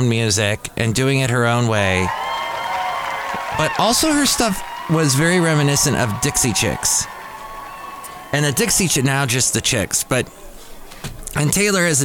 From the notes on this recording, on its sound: podcasts live from Café Anyway